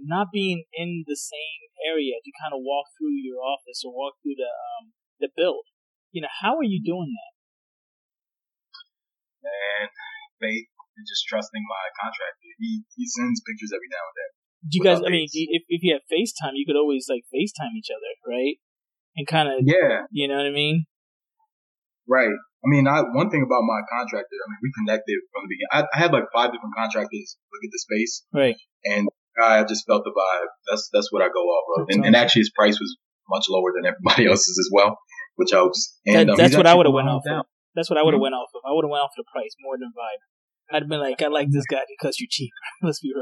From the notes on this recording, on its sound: Sorry for the subpar audio quality.